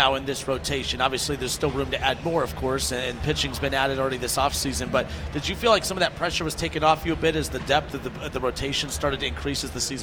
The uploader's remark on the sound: LIVE from Redsfest. (1410 WING AM ESPN Radio in Dayton).